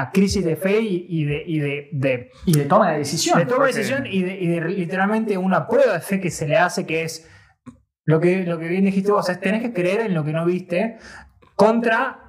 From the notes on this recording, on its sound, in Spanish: el audio salio con un poco de eco